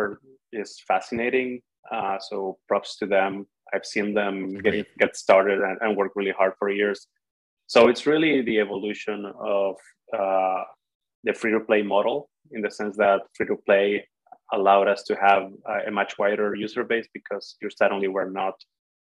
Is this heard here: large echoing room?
no